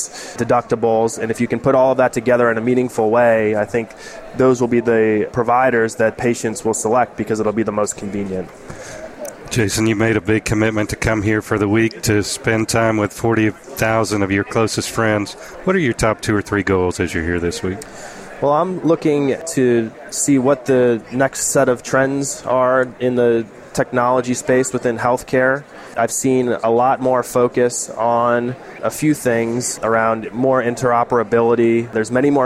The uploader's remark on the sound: The episodes were broadcast live in Experian Health’s booth (#3503) at the The HIMSS17 Annual Conference and Exhibition. The episodes were broadcast live in Experian Health’s booth (#3503) at the The HIMSS17 Annual Conference and Exhibition.